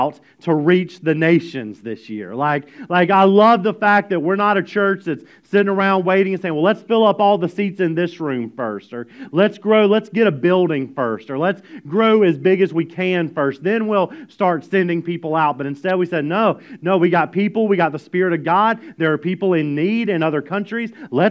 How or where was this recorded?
large echoing room